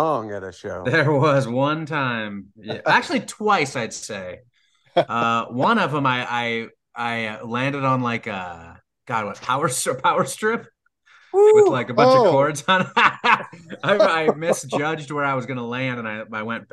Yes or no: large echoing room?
no